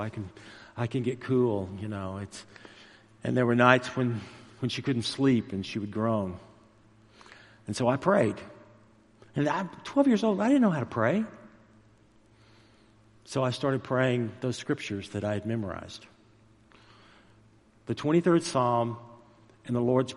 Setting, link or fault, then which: setting, large echoing room